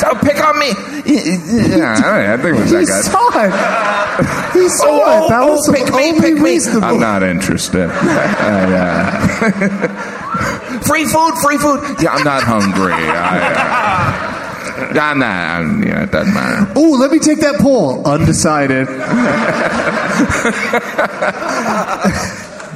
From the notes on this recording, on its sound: Recorded live at The Gramercy Theatre in New York, NY.